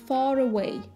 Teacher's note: звук R у нас произносится, когда он соединяет слова, грубо говоря, когда а, следующее слово после него начинается на гласную. Например, far away то есть у нас есть far, у нас есть away, но вместе они звучат как far away.